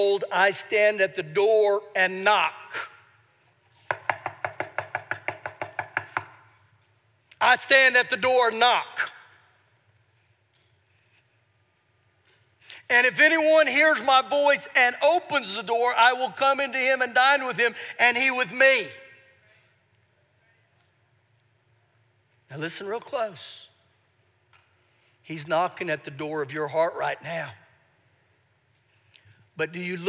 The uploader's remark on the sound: Recorded live during our Sunday morning service.